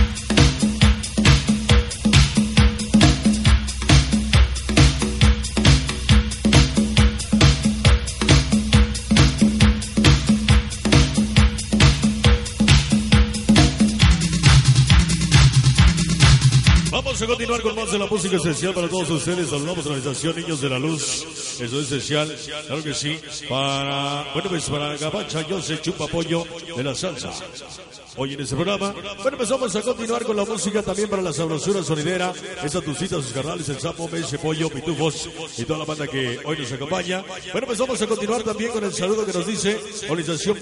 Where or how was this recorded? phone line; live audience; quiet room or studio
live audience